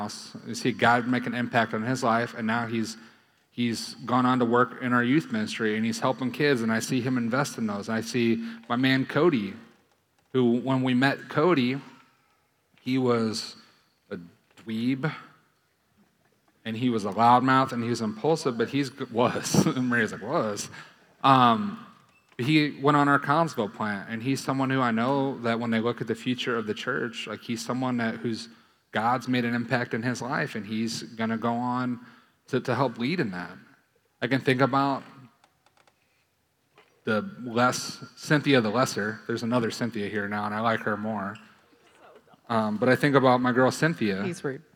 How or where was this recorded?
large echoing room